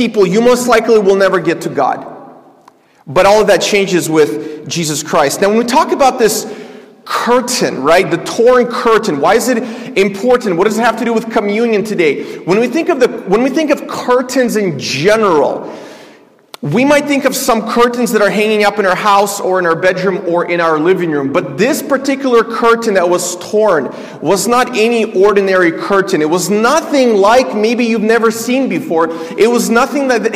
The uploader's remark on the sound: This is a sermon I preached at my church